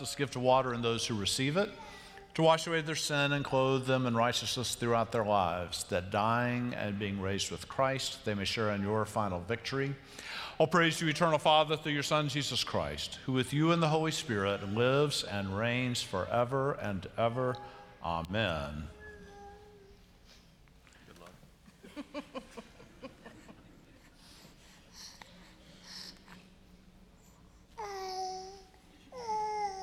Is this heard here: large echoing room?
yes